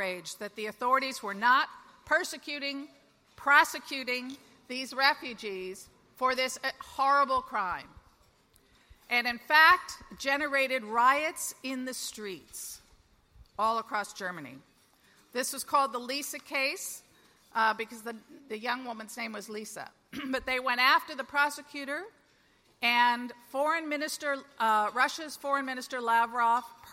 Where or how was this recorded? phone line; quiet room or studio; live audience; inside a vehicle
live audience